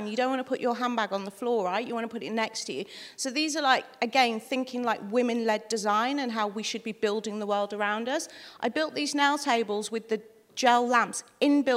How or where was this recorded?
live audience